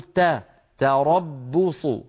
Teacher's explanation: تاء مرققة، راء مفخمة، باء مرققة، صاد مفخمة، يعني هناك تداخل بين المفخم والمرقق، فعلى القارئ أن يخلص المرقق من المفخم، لأن الفم لو ترك على راحته لفخم المرقق فتخرج الكلمة تربص، اسمعوني، تربص، ولا يصح هذا، لابد أن نقول تا تربص.